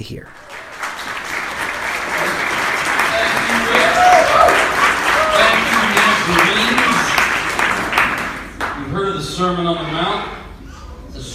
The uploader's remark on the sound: At the Nazarenes United For Peace Post-Conference 2-14-19. I was invited to sing and play music at the event.